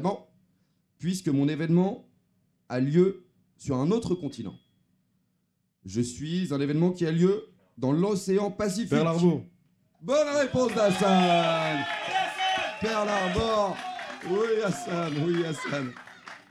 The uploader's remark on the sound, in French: Épisode exceptionnel enregistré au Festival de la Réconciliation 2023. Épisode exceptionnel enregistré au Festival de la Réconciliation 2023.